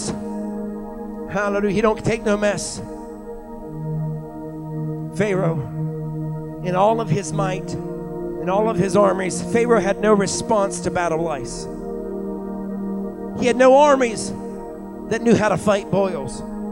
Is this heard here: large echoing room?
yes